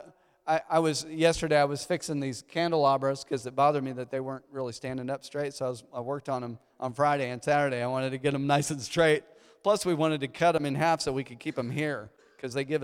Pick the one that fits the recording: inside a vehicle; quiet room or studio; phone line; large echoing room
large echoing room